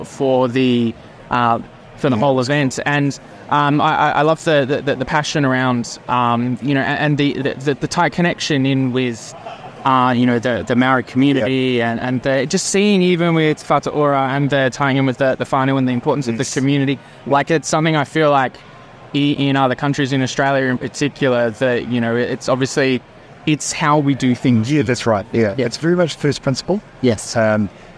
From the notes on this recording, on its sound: Recorded during the bustling HiNZ Digital Health Week in Hamilton, New Zealand, this collection of interviews provides a valuable snapshot.